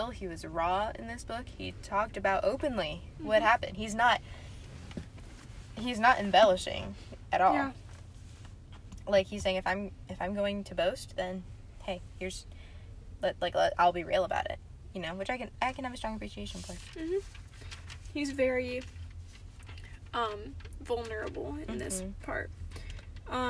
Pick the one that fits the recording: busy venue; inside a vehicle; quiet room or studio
inside a vehicle